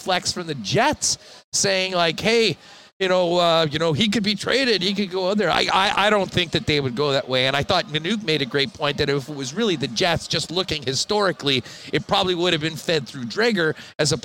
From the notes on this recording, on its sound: Hustler is LIVE at Bar Canada at The D Hotel in Las Vegas.